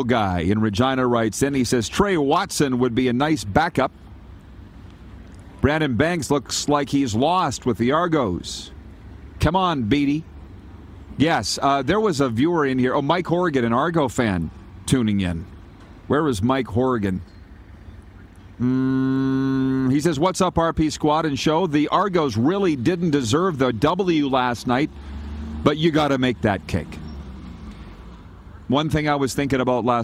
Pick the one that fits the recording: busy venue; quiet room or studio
busy venue